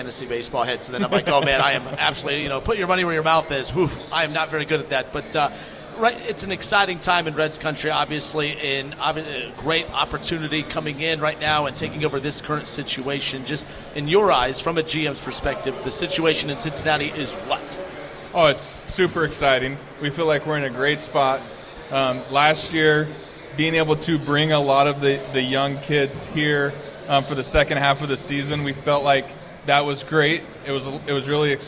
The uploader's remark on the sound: LIVE from Redsfest